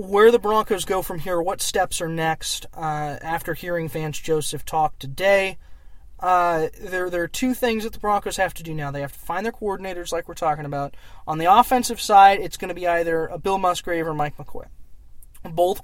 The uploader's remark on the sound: Were there to cover the press conference and report from the parking lot of the UC Health Training Center.